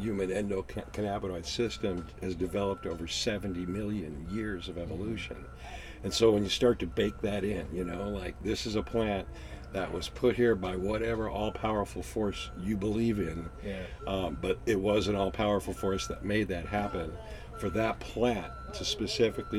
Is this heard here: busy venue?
yes